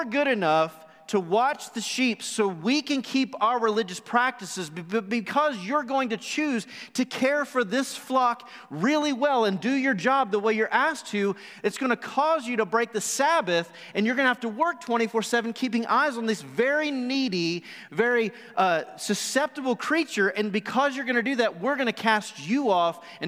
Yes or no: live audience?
yes